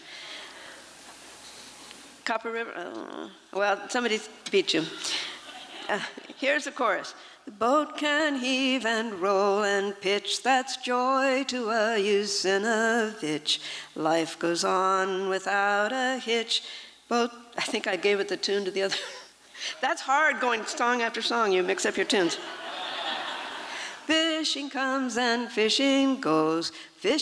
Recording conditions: live audience